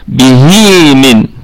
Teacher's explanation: اما وصلا طبعا فهي فيها مد صلة صغرى يمد بمقدار حركتين، يعني مثل المد الطبيعي